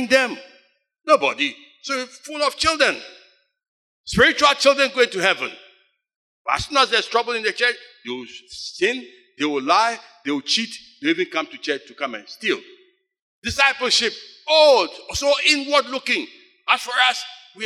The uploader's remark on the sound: Sermon preached at CBC Shiashie Campus